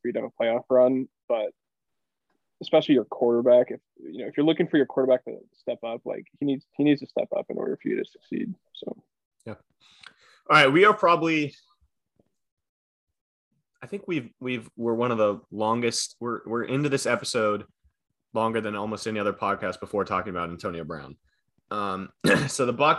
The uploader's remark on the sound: Our last pod on zoom for a while.